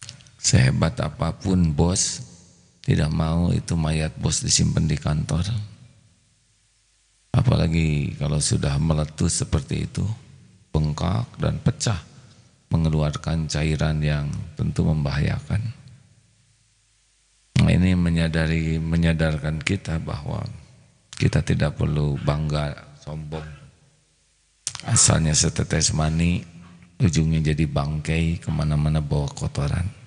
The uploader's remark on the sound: LIVE dari Masjid Daarut Tauhiid Bandung